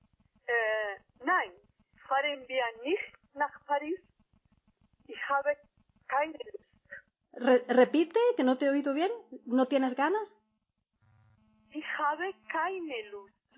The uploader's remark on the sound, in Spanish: La conversación tiene lugar por teléfono. Una con mayor calidad (yo) y otra al otro lado de la línea.